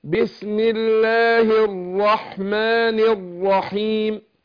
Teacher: بسم الله الراء مشددة ومفخمة